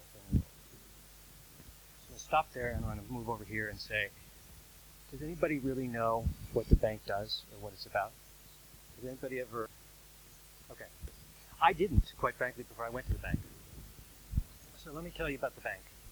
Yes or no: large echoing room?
yes